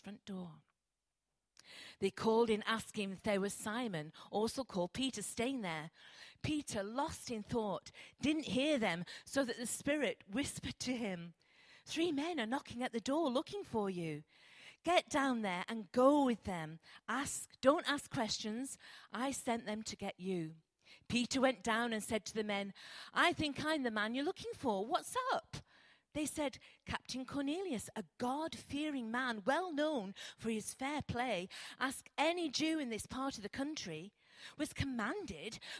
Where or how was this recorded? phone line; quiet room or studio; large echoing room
large echoing room